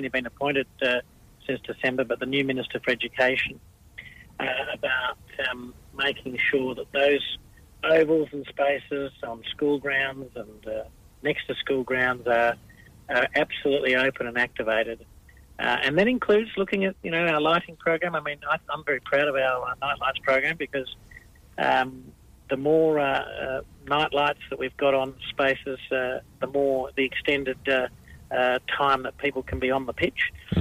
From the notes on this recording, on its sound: Special guests live by phone